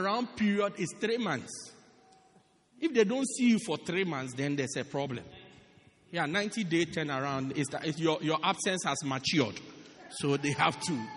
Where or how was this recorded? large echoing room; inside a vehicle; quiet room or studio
large echoing room